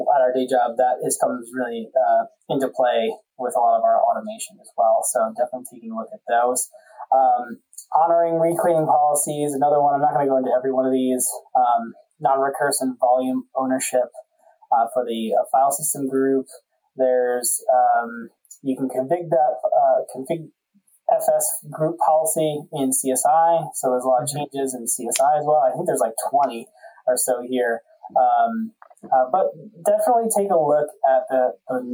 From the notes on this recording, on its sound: NOTE ON AUDIO ISSUES: we had some audio difficulties this episode, these will be fixed in future episodes.